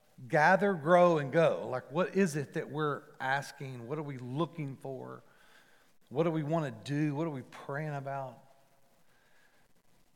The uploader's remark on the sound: Recorded live at The Fellowship at Mt Juliet on September 12, 2021. MJ campus.